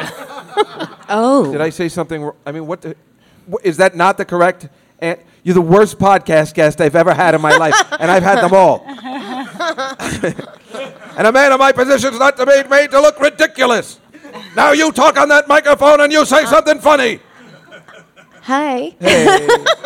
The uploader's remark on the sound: This is the live broadcast from The Cakeshop on the Lower East Side in New York City